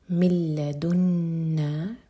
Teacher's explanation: یہ ہے ادغام بغیر غنہ کے. میم کو لام سے سیدھا کنیکٹ کریں گے